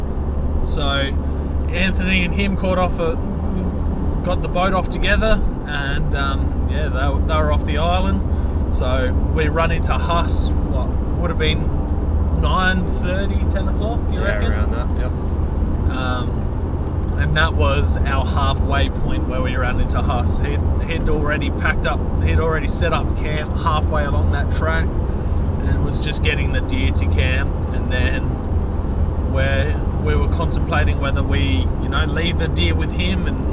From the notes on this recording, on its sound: As we hit the road, the podcast captures the raw essence of our trip, complete with a touch of road noise that adds to the authenticity of our storytelling.